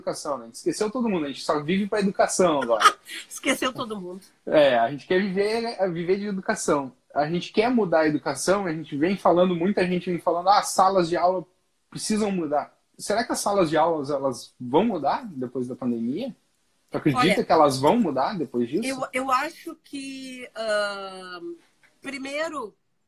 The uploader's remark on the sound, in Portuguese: em uma live no instagram